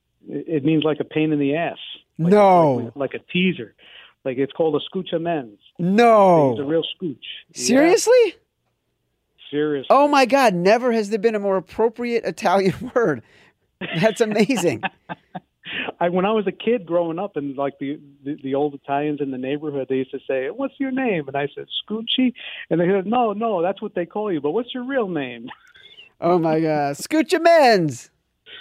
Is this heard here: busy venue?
no